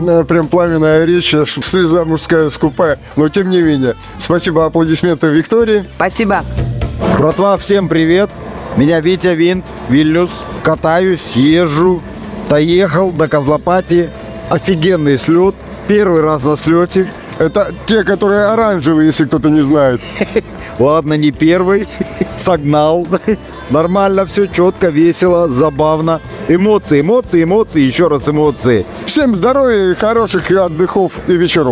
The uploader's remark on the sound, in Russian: KOZLOPARTY 2023. Записано на месте событий d формате небольших интервью с гостями и организаторами фестиваля.